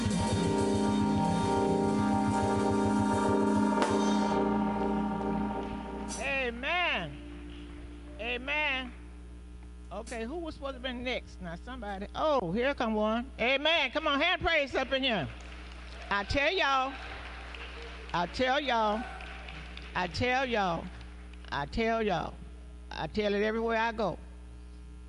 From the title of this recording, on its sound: Praise and Worship Service - 2023/06/18 (3) - Audio